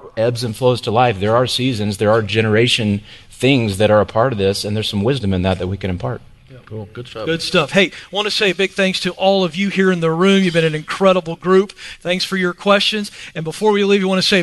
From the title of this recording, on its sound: Live From EntreLeadership Master Series 2018